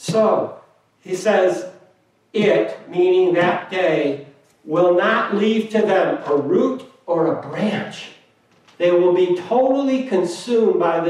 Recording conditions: large echoing room